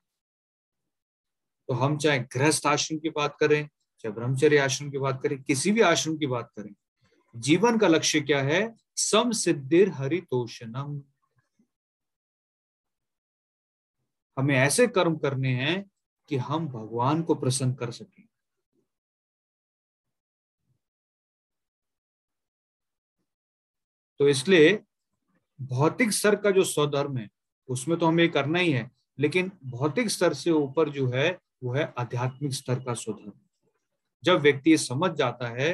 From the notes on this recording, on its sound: Zoom recorded class